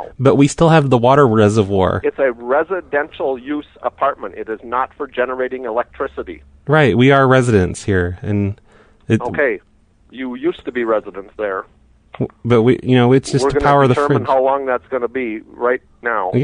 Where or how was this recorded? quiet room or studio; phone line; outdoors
phone line